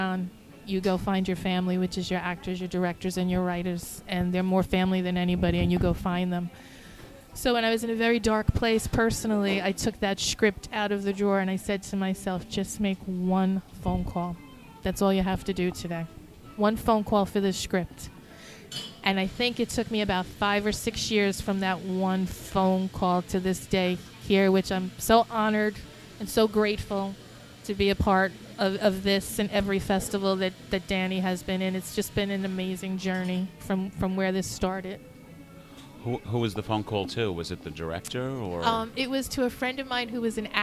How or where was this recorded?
busy venue